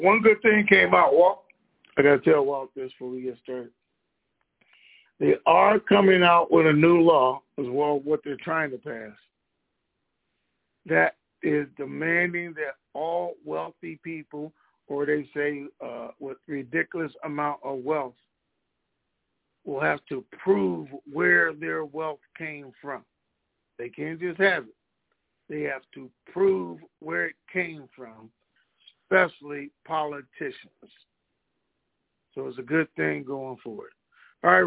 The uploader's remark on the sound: TNTSuperfantastic Conference Call